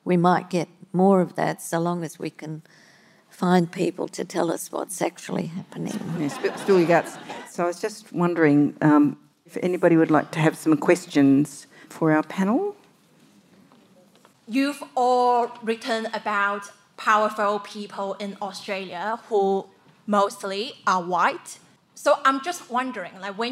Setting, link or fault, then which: setting, live audience